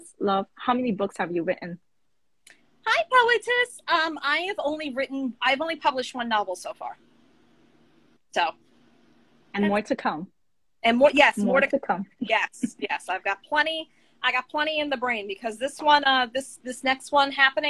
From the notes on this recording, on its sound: a series of Instagram Live interviews